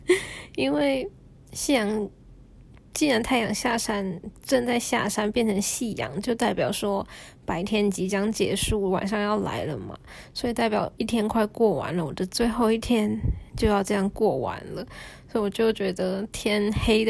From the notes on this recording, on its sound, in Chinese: 手機錄音大概聽起來會很糟糕。開頭一句話還莫名其妙消失。